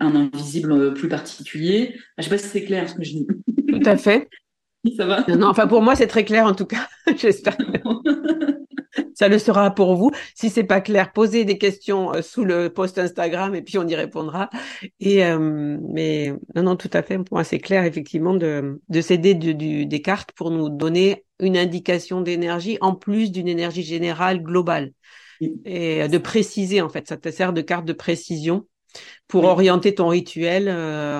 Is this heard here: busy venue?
no